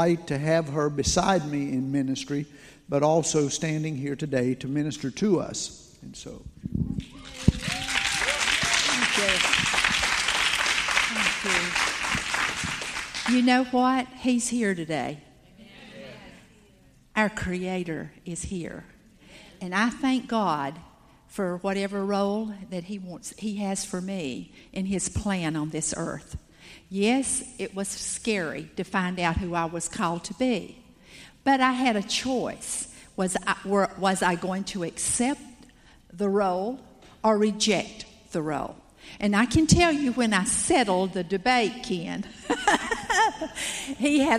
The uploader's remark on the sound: Salt Conference Session 2. After a break everyone reconvened to hear the word again.